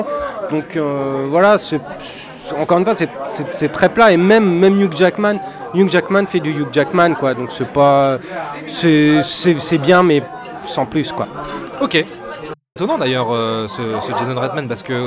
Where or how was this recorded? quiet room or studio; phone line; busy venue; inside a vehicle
busy venue